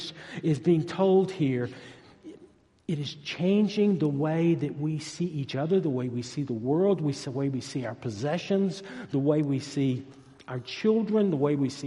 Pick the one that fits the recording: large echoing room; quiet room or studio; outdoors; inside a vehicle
large echoing room